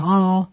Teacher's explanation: It's supposed to have a glottal stop.